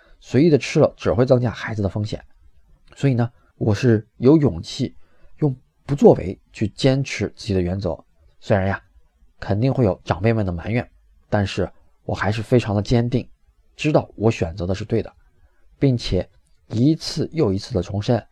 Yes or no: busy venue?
no